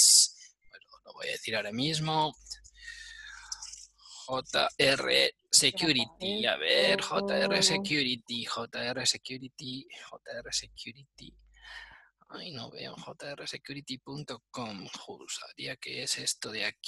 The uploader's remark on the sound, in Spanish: Audio del webinar. Audio del webinar sobre iluminación con tiras de LED RGBW y el módulo Z-Wave RGBW de Fibaro .